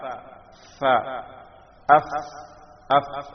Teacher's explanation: ഫ എന്ന് പറയുമ്പോൾ ആ ശബ്ദം എവിടെയാണ് പോയ അടങ്ങുന്നത് എന്ന് നോക്കുക. താഴെ ചുണ്ടും മേലെ മുൻപല്ലും ചേർത്തുകൊണ്ടാണ് ഫ ഉച്ചരിക്കേണ്ടത്.